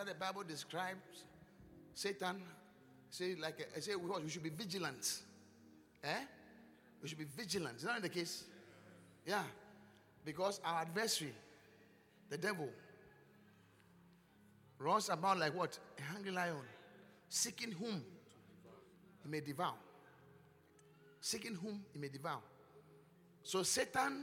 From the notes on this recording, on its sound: Encounter Service. Preached at the Qodesh.